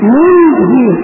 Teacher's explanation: ننجي بإسكان النون الثانية مضارع أنجى